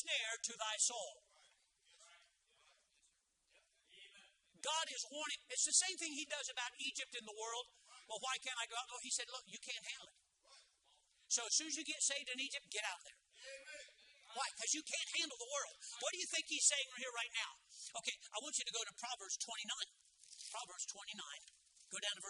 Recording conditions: large echoing room